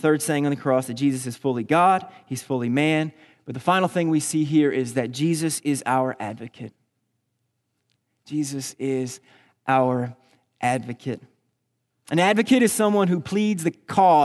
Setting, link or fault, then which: setting, large echoing room